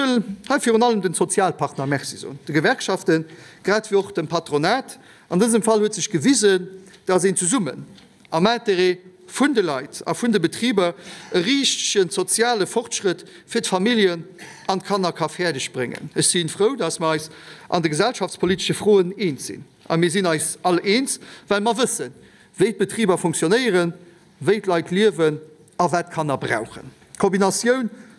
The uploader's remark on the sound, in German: Live aus der Chamber.